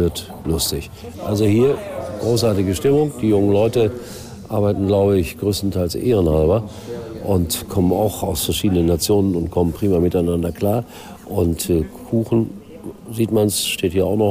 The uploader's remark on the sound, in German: Live von der Weltmeisterschaft.